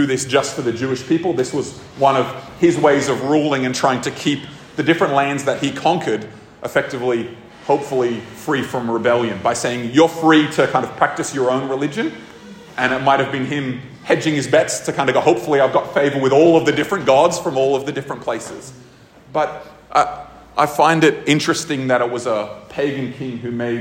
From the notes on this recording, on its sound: This episode was recorded at a Thrive Community gathering on 13 August 2023.